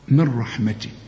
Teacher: اشبك الميم بتاعت من مي مع الراء من رحمتي، وما تبصش للنون خالص. العلماء بيسموها ادغام كامل بدون غنه.